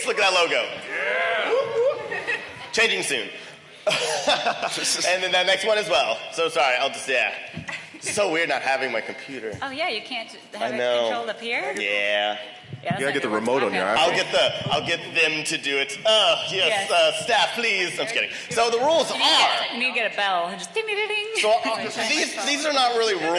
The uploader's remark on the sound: We have the audio from the Unnecessary Debates at LACC! Los Angeles 2019.